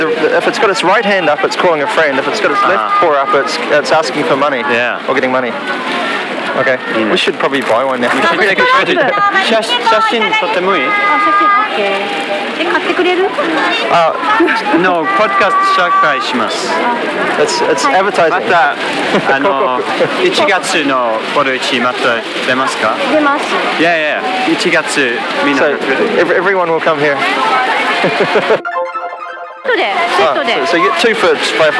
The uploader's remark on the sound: On location this week from the Boroichi Flea Market in Tokyo. Scramble around Tokyo’s oldest flea market (dating back hundreds of years!).